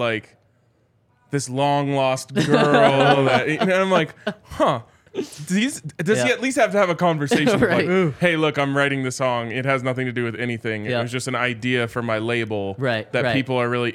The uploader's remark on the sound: coming to you LIVE from the DNVR Bar